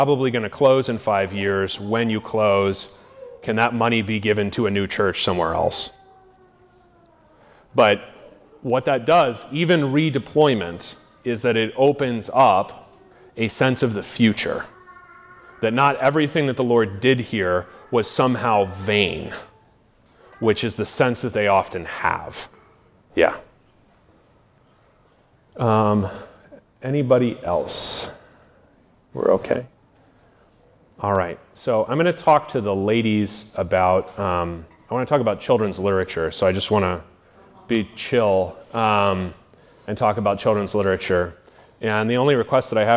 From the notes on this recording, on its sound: lectures at the Wittenberg Academy family retreat in Iowa